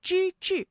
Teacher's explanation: 这两个字啊都是翘舌音，它们的声母都是之